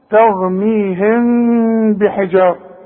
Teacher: ضم شفايفك بقى، تقول ترميهم، ده عند الوقف